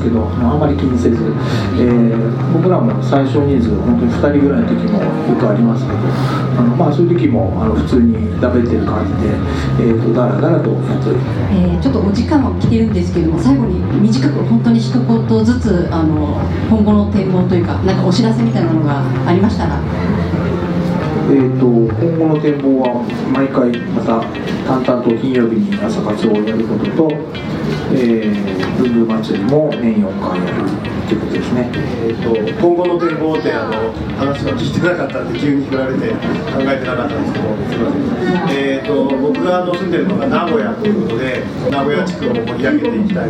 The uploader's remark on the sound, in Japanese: 東急ハンズさんの会員向けイベント「文具祭り2019」が2月24日に開催されました。午前の部が終わったあと、ランチを食べに行ったついでにランチしながら収録をさせてもらいました。ブングスキーラジオ始まって以来の登場人物の多さです。